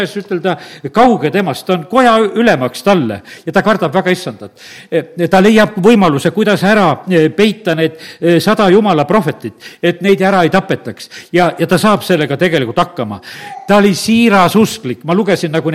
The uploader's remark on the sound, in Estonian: Audio salvestus koosolekult